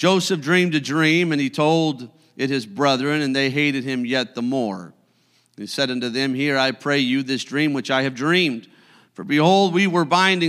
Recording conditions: large echoing room